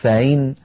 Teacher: همزة مسهلة وحفص لا يسهل الهمزات في مثل هذا الموضع